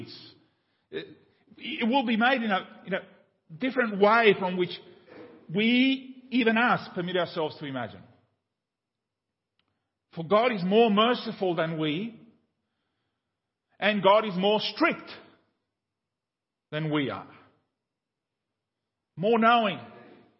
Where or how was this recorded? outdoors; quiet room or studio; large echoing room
large echoing room